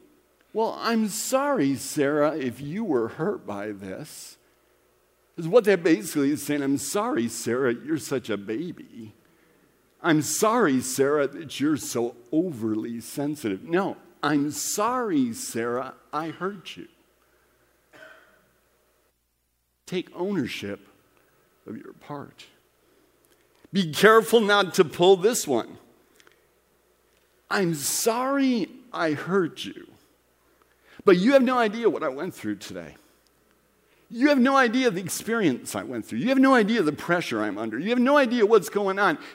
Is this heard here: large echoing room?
yes